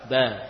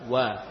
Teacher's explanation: Sama-sama makhraj. Sama-sama atau sama dalam makhraj, ba dan wawu. Sama-sama dari bibir.